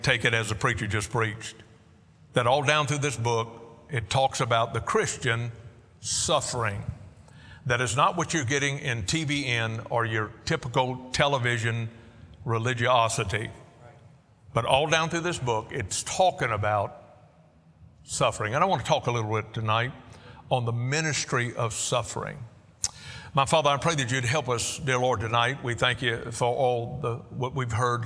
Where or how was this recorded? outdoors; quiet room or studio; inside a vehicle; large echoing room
large echoing room